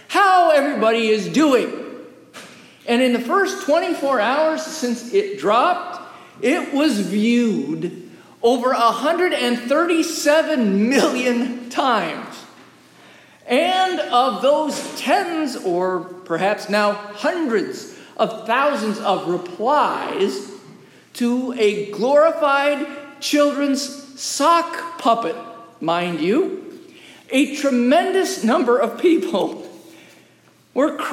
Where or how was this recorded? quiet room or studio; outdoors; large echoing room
large echoing room